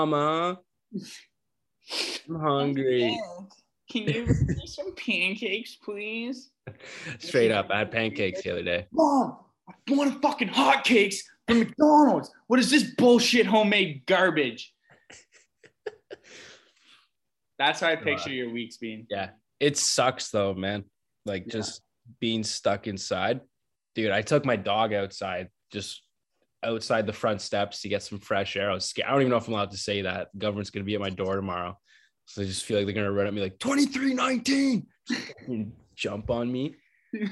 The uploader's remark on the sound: We hate to do it, but we got a zoom call podcast for you guys this week.